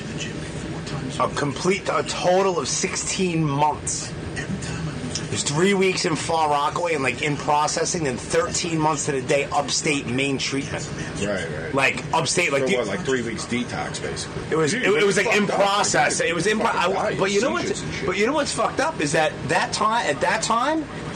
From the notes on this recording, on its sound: I met up with him at the usual spot... "The Colony Bar" in Huntington Station, Long Island...